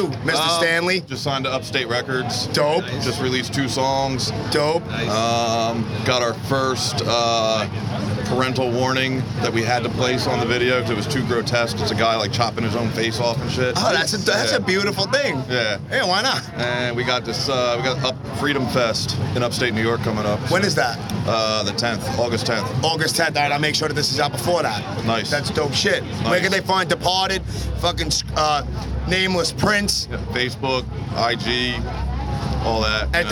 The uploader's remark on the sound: Live from This Is Hardcore 2019.